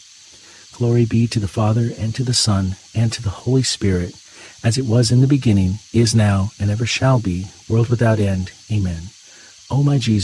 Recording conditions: sounds in the background